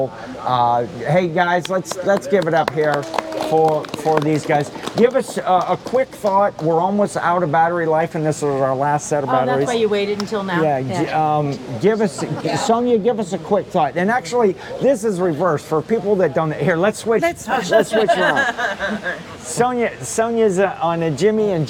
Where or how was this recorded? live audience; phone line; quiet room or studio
live audience